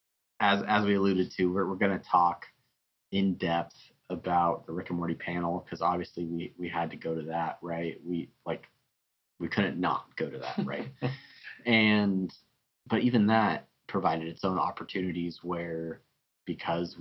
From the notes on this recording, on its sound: We do a very special nighttime live, fireside chat podcast on location for San Diego Comic Con! Pardon the audio quality... After all, we were live!